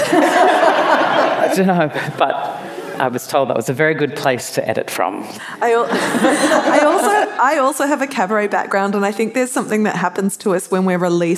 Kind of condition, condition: setting, live audience